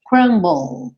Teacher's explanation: Eu falo o B, vou pro L, L em inglês, língua no céu da boca, e aí termina meu som.